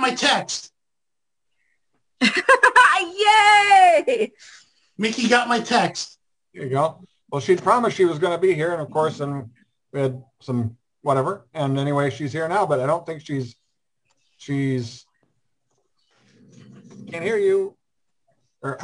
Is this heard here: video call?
yes